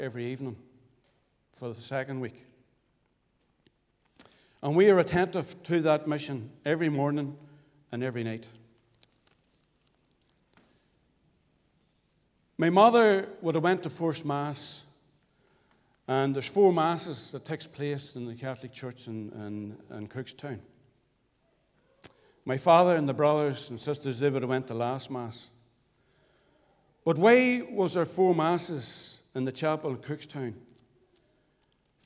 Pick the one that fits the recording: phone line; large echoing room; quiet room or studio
large echoing room